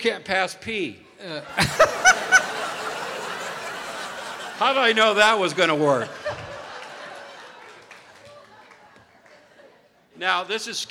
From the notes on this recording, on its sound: Live at the South Point Casino